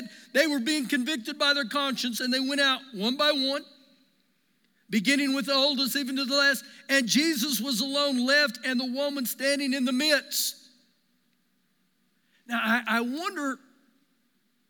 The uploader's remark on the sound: Recorded live during our Sunday morning service